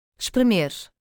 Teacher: In a consonantal cluster, when S appears before P, T, C, or Q, it is pronounced as ish, similar to the esh sound in sheep. For example, in the word espremer, meaning to squeeze, the S is pronounced as esh.